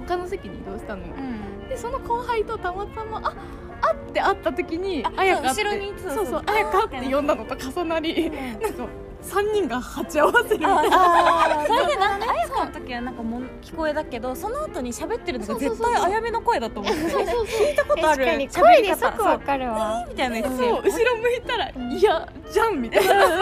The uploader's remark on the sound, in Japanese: 誕生日会ディナーの帰り道に録音してみました。六本木の裏路地にある駐車場で急遽撮りました。